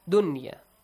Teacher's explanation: the word dunya is not pronounced duya. The rule idgham is not applied here.